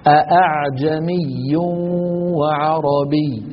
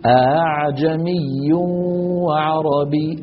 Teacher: ما بيقفل الوترين، بيترك بينهم فجوة بسيطة يتسرب الصوت منها · Shown in: second take · عبر عنها ساداتنا القراء المصنفون بقولهم تسهيل الهمزة هو نطقها بين الهمزة المحققة وحرف المد المجانس لحركتها.